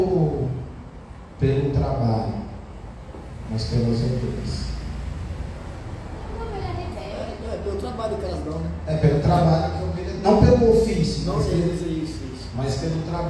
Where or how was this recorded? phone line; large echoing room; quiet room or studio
large echoing room